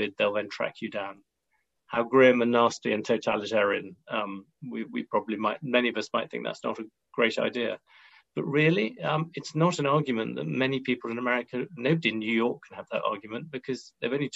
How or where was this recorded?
video call